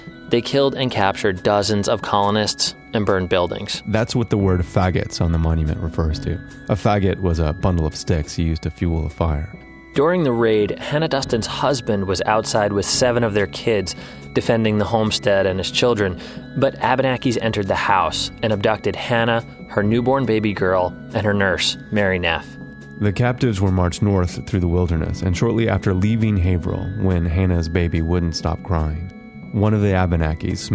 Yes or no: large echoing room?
no